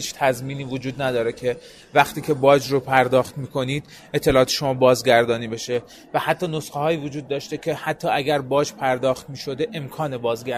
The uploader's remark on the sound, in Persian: در این قسمت صدای ما را از چهارمین نمایشگاه بومی سایبری میشنوید.